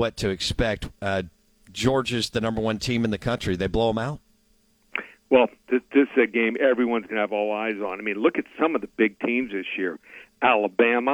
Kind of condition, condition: link, phone line